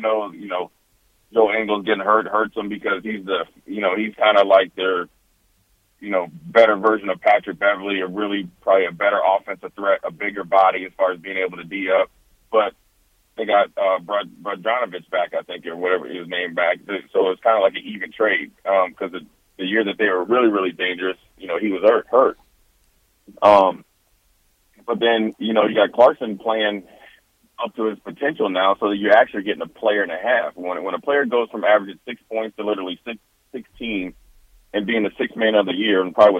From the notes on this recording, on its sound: Joins us over the phone.